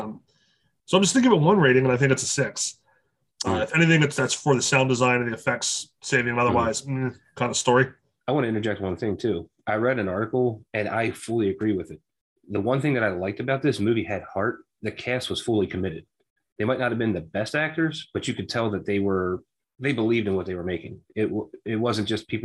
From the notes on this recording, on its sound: Also, Zoom is still a shit...